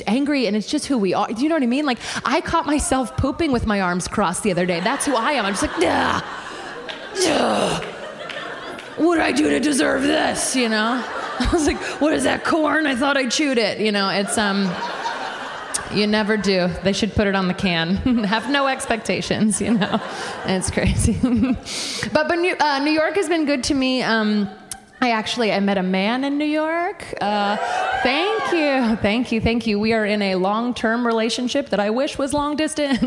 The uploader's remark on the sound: Live! from Washington D.C at The Kennedy Center. In this special live recording. The District of Comedy Festival in Washington D.C.